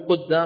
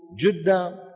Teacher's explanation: في من أهل العرب اليوم من يبدل القاف جيم · Shown in: second take